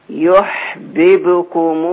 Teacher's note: وضح القلقلة في الباء الثانية في يحببكم